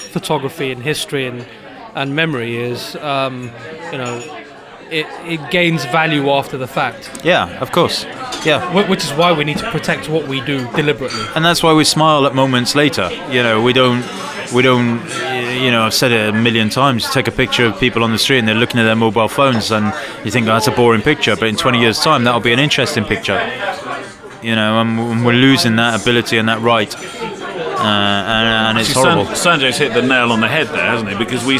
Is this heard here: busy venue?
yes